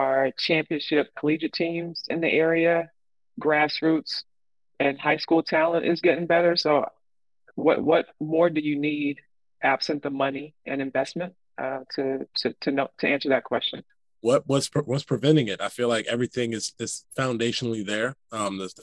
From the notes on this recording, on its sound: Via Zoom.